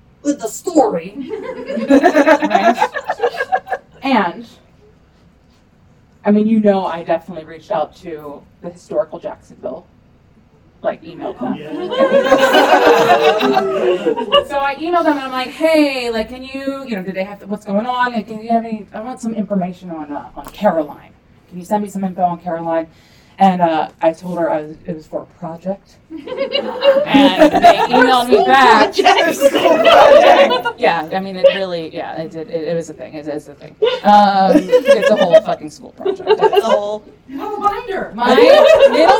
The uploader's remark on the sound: We had such an amazing time doing our first ever live show at Anahata's Purpose!